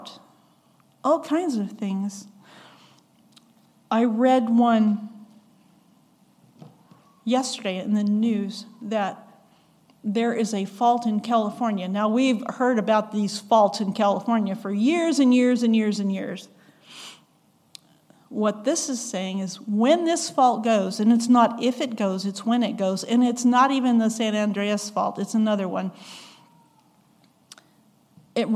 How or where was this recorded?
large echoing room